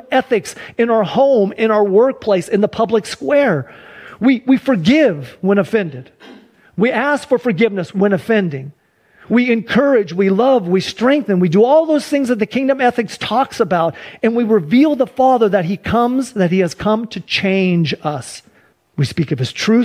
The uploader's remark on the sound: Sunday church service livestream